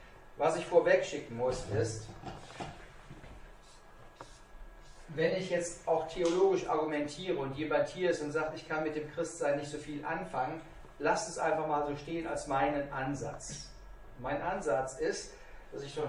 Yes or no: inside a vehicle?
no